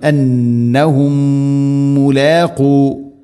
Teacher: സാക്കിന മീമിന് ശേഷം വീണ്ടും മീം, ഇദ്ഗാം മുതമാസിലൈൻ, മണിക്കണം. ഒറ്റ മീമാക്കി ഉച്ചരിക്കണം, അന്നഹും മുലാഖു, മുലാഖു റബ്ബിഹിം, വഅന്നഹും നൂൻ ശദ്ദ് ഗുന്ന ചെയ്യണം.